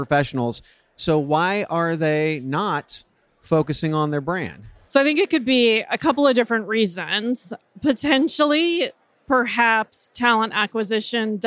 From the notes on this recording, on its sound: Live from TA Week at the Qualifi booth